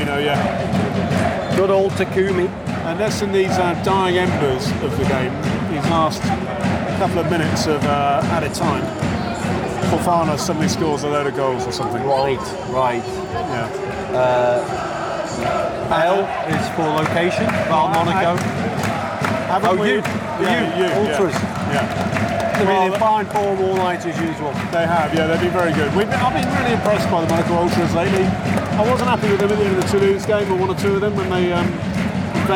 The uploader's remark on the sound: was recorded at the Stade Louis II on Sunday 20 August, 2023